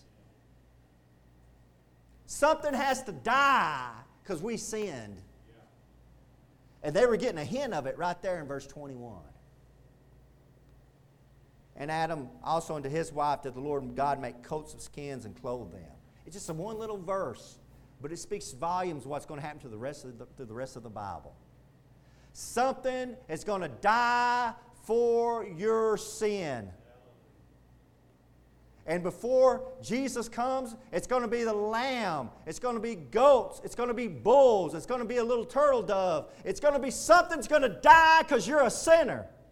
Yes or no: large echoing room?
yes